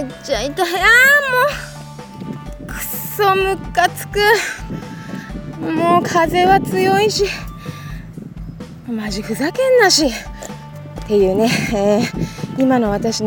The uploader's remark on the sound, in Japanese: 今回トーク部分は、朝、喫茶店に行く道すがら、歩きながら録りました。風の音や私のヒールの音が入ってますが